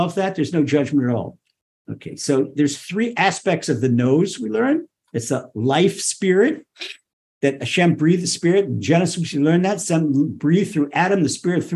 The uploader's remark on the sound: Recorded via TORCHzoom